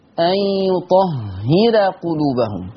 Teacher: ثم لا ننسى ترقيق الراء